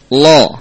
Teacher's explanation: ini lam yang tebal